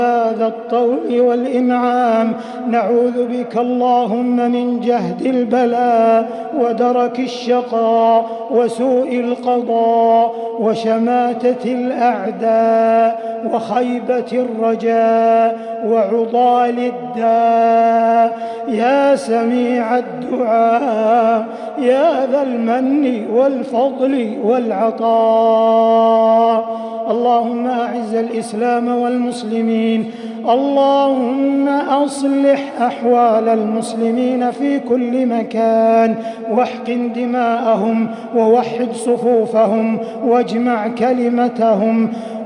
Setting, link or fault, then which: setting, large echoing room